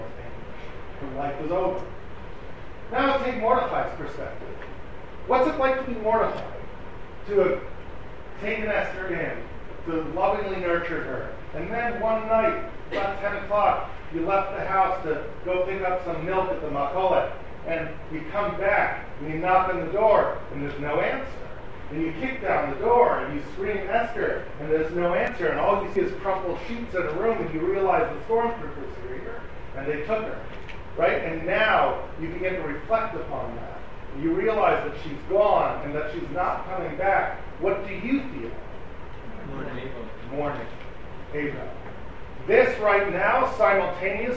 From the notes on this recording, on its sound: Delivered at the Seforim Sale at YU.